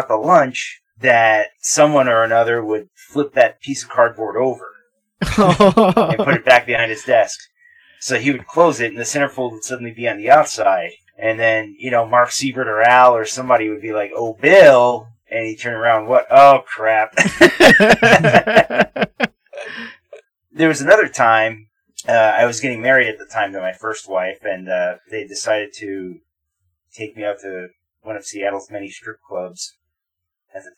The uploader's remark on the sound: Disclaimer: this episode was afflicted by some unpredicted recording issues and so the sound quality is fairly poor.